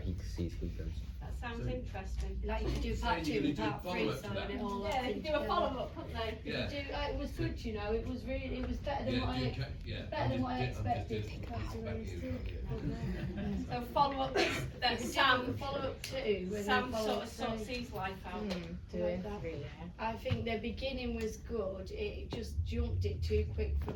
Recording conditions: live audience